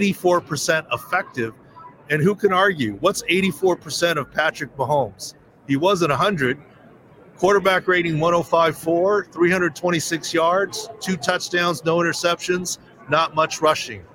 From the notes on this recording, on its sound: Super Bowl LVII Preview: LIVE from Radio Row. Reports LIVE from the infamous "Radio Row" leading up to Super Bowl LVII in Glendale, Arizona.